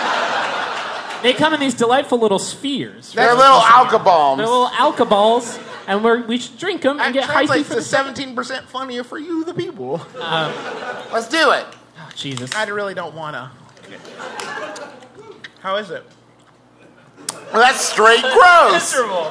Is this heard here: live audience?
yes